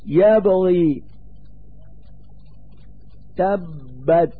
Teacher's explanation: يظهر جهر الباء في حال السكون أكثر مما يظهر في حال تحركها، وذلك بسبب اتصافها بصفة القلقلة وهي من صفات القوة.